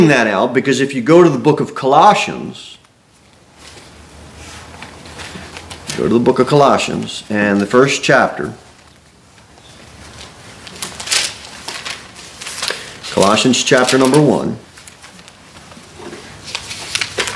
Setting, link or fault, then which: setting, large echoing room